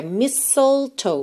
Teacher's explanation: Temos aqui mais uma palavra que a gente não vai pronunciar a letra T